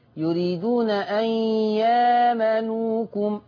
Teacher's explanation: الإبدال تبدل ألف مادية تاخد مقدار حركتين